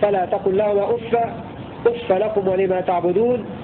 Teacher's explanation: قرأ ابن كثير وابن عامر بفتح الفاء في المواضع 3